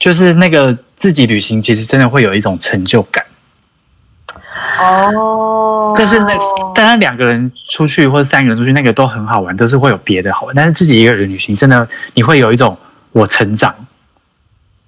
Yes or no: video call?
yes